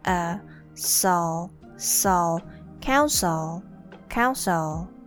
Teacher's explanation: The E in the second syllable pronounced as the schwa sound